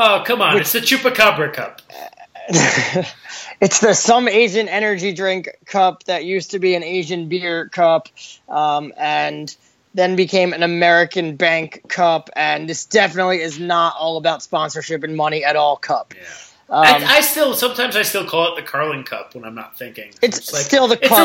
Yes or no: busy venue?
no